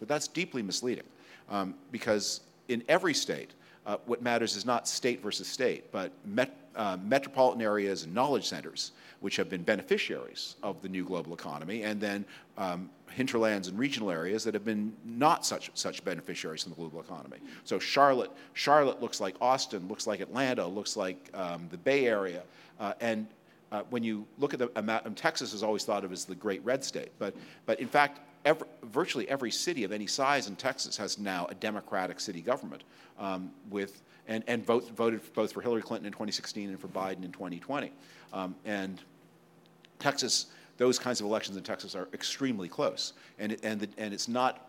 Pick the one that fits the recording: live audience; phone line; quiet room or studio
live audience